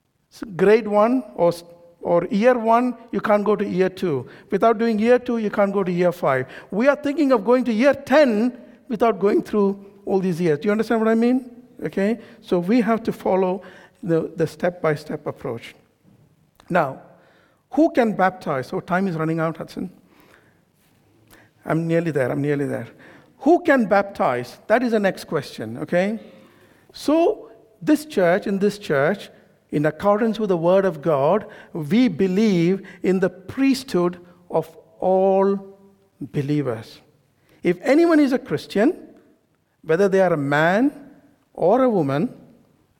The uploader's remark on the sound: This sermon was recorded on Sunday 24th September 2023 at our Great Denham venue.